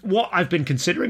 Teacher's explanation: what a lovely glottal stop that was